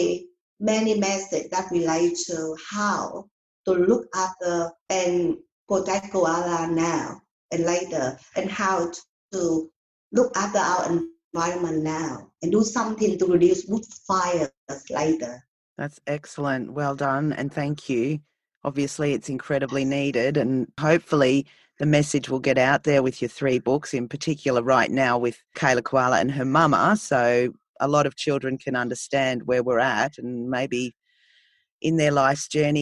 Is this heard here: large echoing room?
no